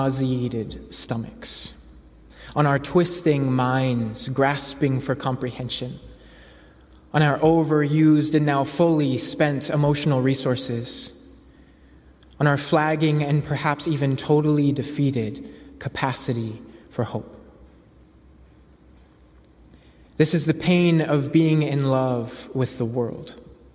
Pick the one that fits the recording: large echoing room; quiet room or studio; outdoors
large echoing room